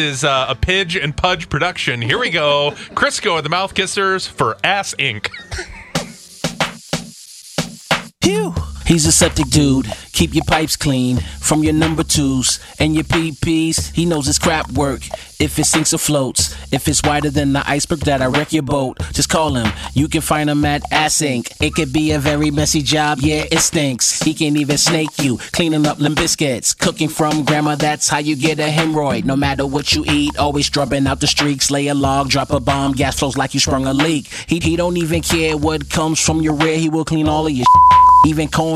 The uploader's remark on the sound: called in for our weekly segment